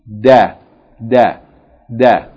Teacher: the tip of the tongue is touching the gum line of the two top upper front teeth. · Term: del